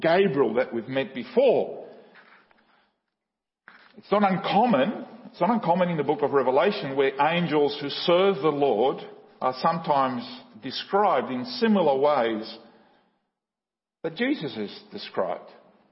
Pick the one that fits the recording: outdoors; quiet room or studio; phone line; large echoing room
large echoing room